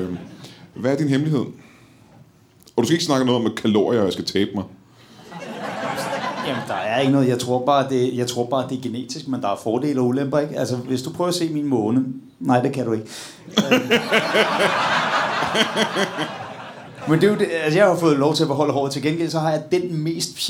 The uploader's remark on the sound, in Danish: LIVE fra Det Bruunske Pakhus i Fredericia